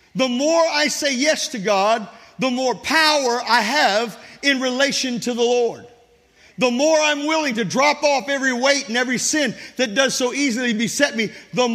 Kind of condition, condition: setting, large echoing room